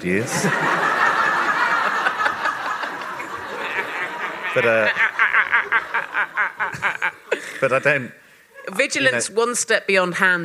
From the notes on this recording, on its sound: We recorded this episode at the ROUNDHOUSE in Camden in front of a live audience.